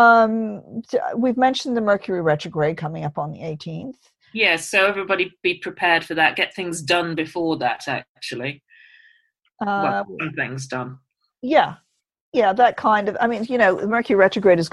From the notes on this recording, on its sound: Naturally, we're both in lockdown still, so this was recorded over Zoom.